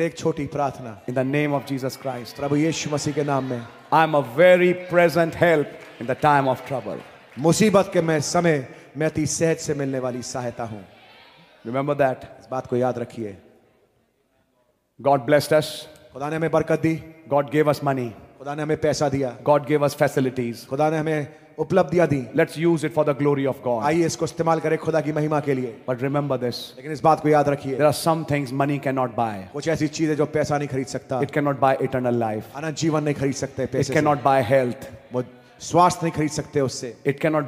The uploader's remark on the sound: Worship Service, Etah (AUDIO).